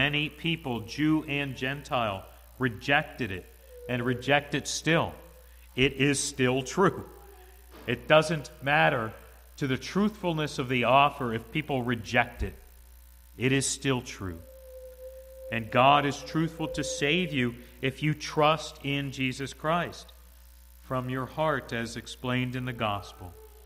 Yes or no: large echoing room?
yes